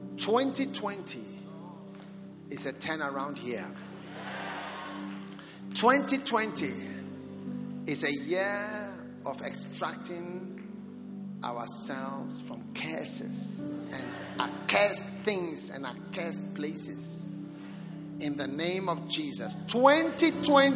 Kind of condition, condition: setting, large echoing room